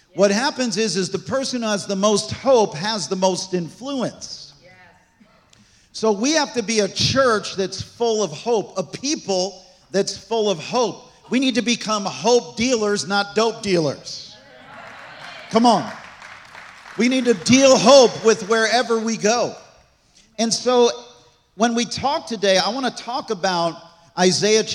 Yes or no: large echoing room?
yes